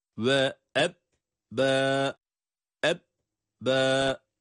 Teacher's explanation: Ba harfini şeddeli okurken, evet, ba harfinde şedde olduğu zaman ba'ya bir gunne sesi verecek şekilde değil, ba'yı ilk olarak hiç ses çıkmayacak bir şekilde okuyoruz